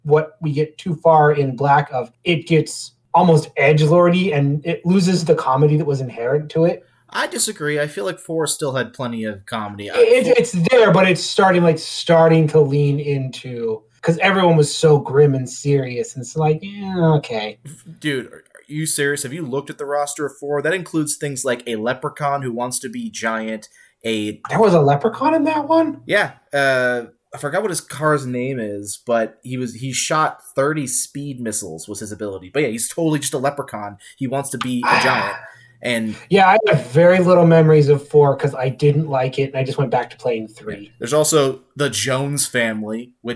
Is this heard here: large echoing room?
no